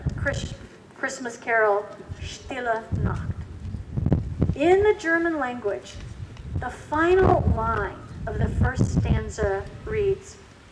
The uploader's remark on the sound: Recorded outside (please forgive some wind sounds and flying pages of music!). Coming to you from Old South Presbyterian Church in Newburyport, MA.